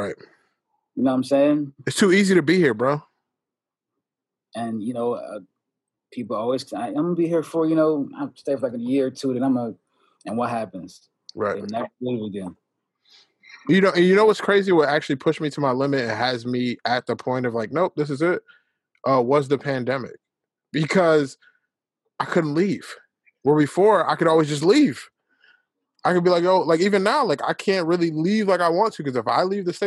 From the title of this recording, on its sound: in one zoom room